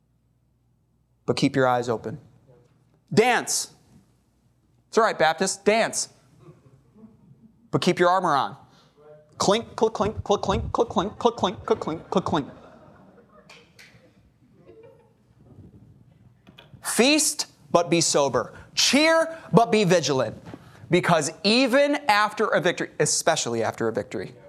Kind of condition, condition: setting, large echoing room